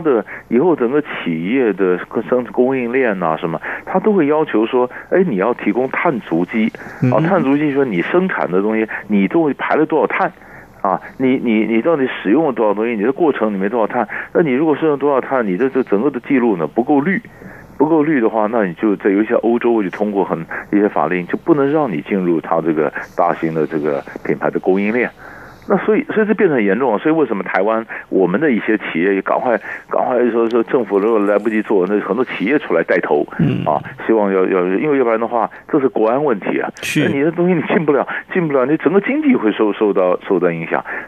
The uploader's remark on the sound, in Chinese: 連線訪問